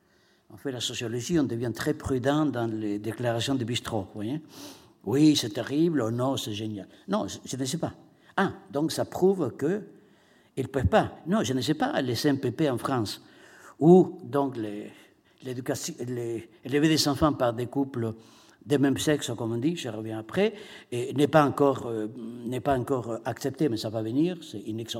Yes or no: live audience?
yes